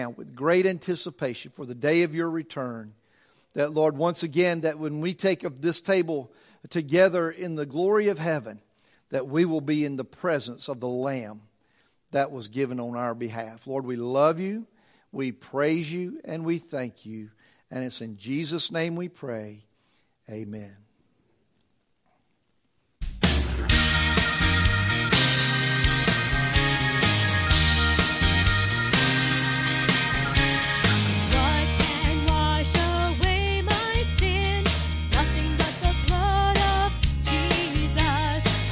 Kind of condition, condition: setting, large echoing room